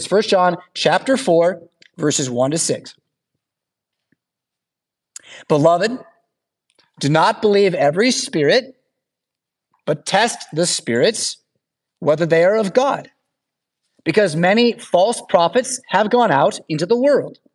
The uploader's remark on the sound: Preached at St Paul Lutheran Church , Rockford, Illinois on Sunday, March 3rd, 2024.